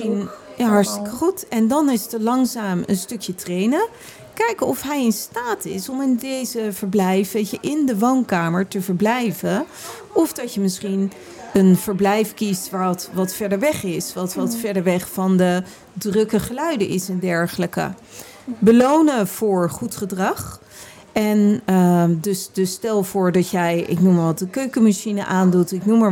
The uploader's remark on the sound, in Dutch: Live vanaf Animal Event